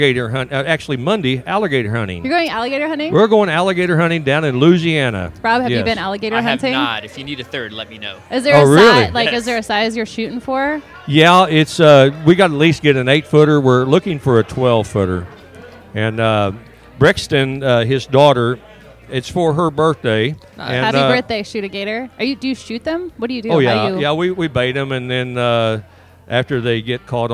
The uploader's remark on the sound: We are live from the one year Anniversary Event at Havisham Bourbon, Brew & Spirits!